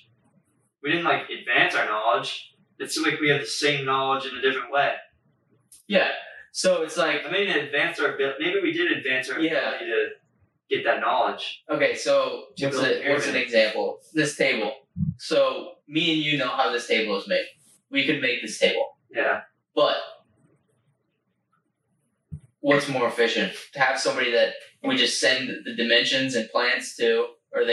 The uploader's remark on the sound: Please excuse the audio on this one as somehow the software lost our audio from the mic's and we had to go off of the camera audio.